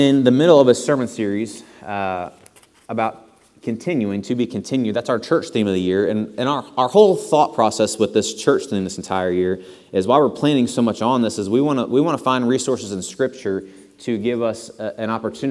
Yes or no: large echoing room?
yes